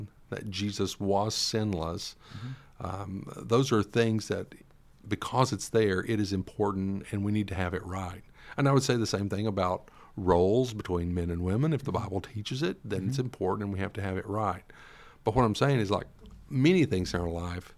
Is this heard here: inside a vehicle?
no